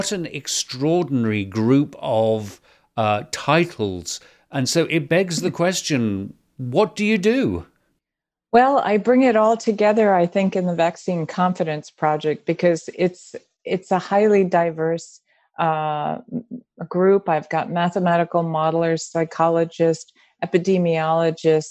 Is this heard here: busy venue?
no